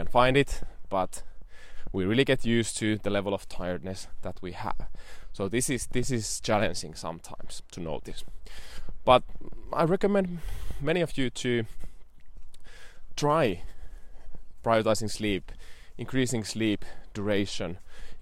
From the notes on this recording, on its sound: I am also trialing a new format of walk & talk in the nature.